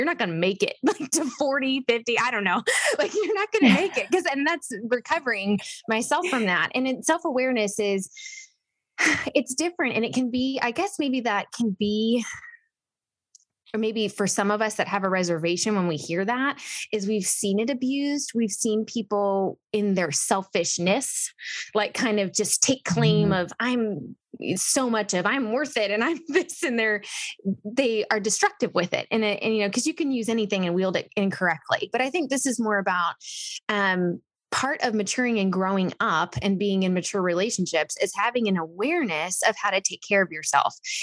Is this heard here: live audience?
no